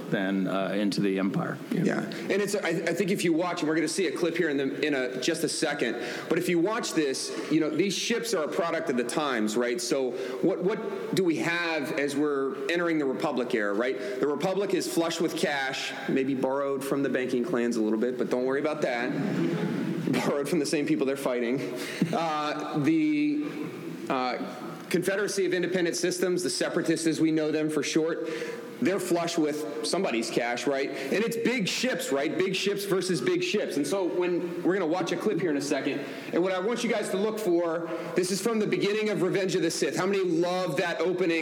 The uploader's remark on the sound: Live panel from SWCO